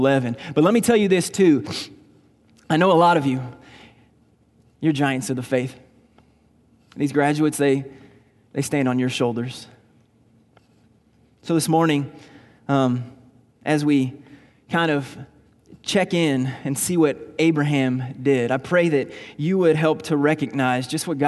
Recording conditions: large echoing room